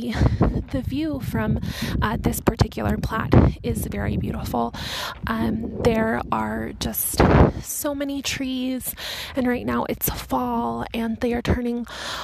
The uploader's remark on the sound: Walking tour of the Salt Lake City Cemetery